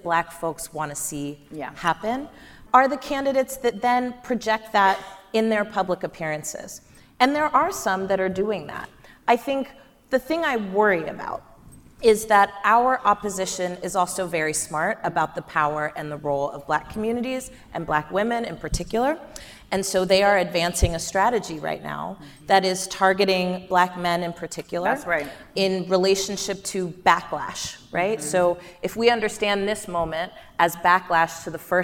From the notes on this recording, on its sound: live from The Leadership Conference Education Fund's "We Are Democracy" conference